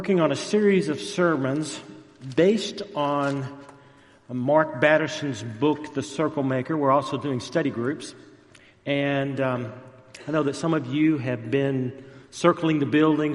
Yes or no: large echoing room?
yes